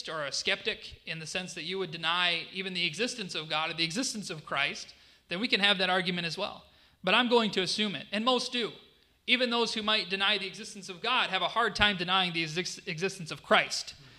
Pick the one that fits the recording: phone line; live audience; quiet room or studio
live audience